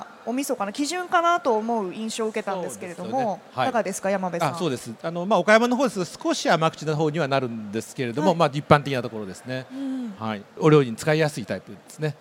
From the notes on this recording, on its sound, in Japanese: CRAFT SAKE WEEK 2023 at ROPPONGI HILLSにて公開収録。